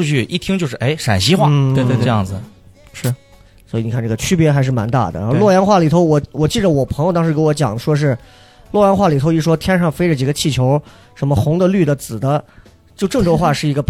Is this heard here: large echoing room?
no